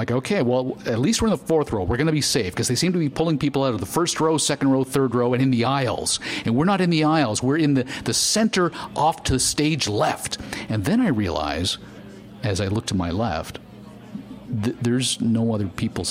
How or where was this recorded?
busy venue